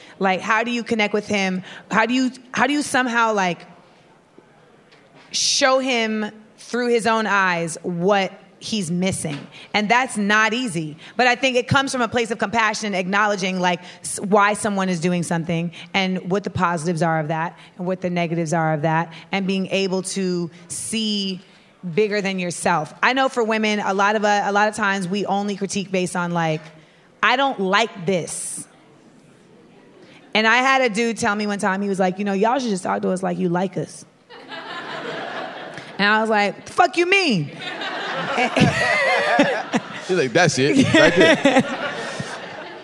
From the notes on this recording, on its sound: LIVE from Clusterfest! Coming at you from Clusterfest for the first ever live episode of Small Doses.